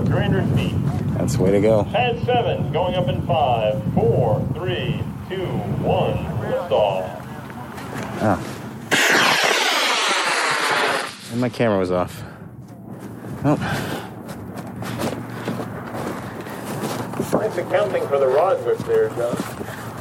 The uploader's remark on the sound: I took a recorder along to almost every launch I went. Eventually, I made it out to some casual, 2-3 person launches.